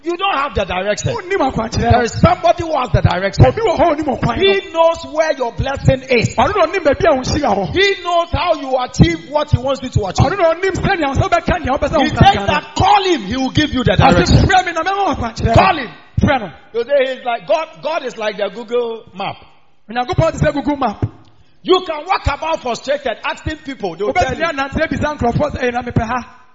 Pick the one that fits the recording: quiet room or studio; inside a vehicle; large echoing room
large echoing room